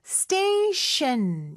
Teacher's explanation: 앞에 T 발음은 쌍디귿 발음으로 된소리로 해주시고요. 뒤에 T 발음은 SH 발음이죠. 그래서 station 이렇게 발음하시면 돼요.